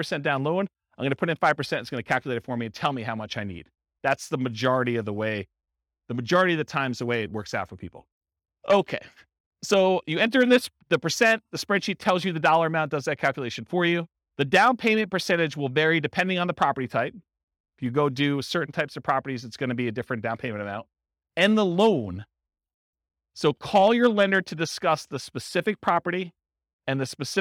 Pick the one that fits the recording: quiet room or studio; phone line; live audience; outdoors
live audience